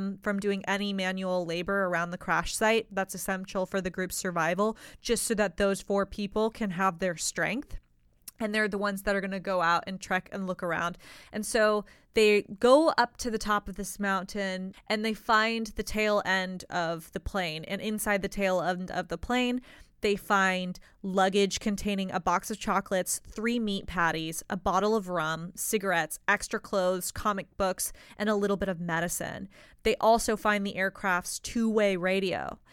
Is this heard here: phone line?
no